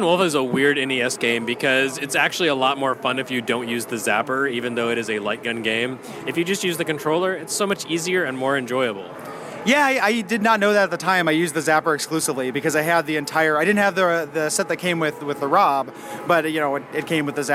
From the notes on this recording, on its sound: Live at Portland Retro Gaming Expo